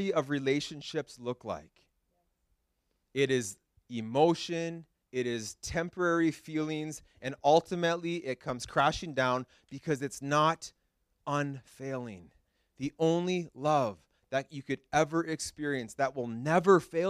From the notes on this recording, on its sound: This message was preached at Freedom Life Church International in Kitchener, Ontario